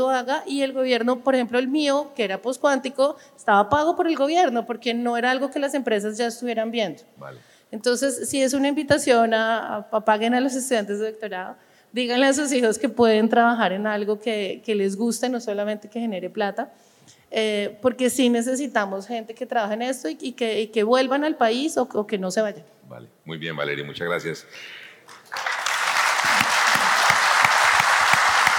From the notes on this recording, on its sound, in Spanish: Este es un episodio grabado en vivo durante ANDICOM 2023 del panel "Amenazas y Ataques Cibernéticos en la Era Digital".